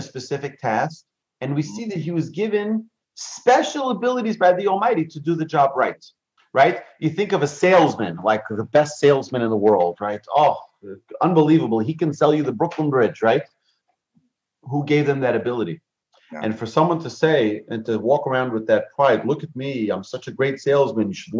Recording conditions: video call